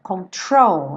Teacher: a sílaba tônica é a segunda. Control.